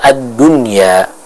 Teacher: nun sukun kepada huruf ya tersebut tidak dibaca dengan idgham bi gunnah